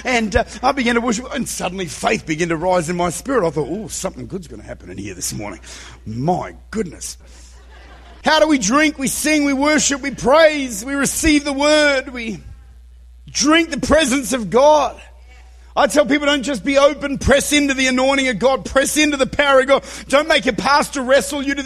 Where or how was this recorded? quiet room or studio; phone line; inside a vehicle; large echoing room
large echoing room